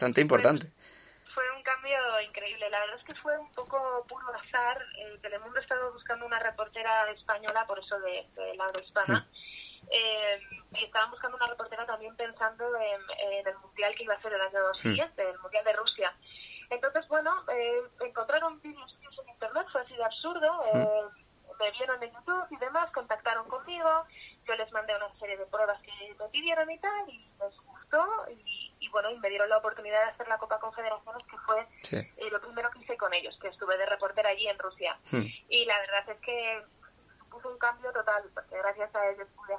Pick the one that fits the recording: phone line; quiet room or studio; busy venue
phone line